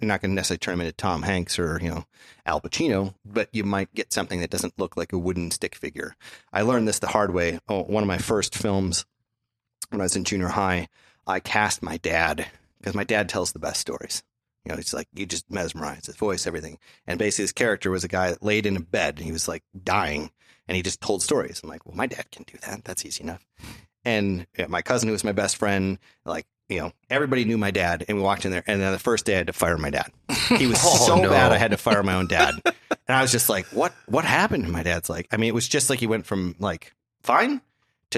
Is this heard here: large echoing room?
no